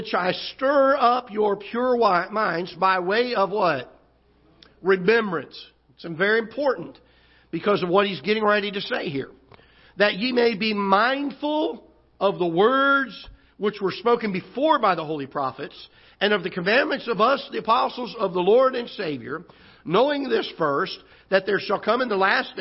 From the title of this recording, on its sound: Ketha Heights Baptist Church ~ Live Broadcast